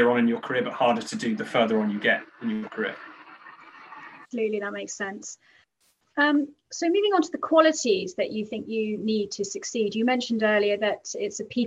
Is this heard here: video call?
yes